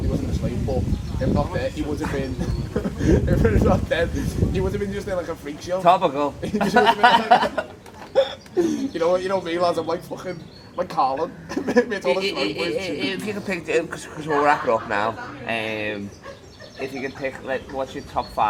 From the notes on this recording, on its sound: Stoned Outside. Got too stoned to live the pub so we had to record outside! We riffing in the wind.